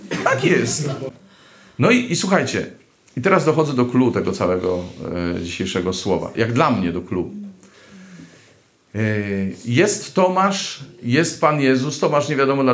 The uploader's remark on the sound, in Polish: Tym razem nagranie pochodzi z eucharystii, sprawowanej dziś w Bojanie.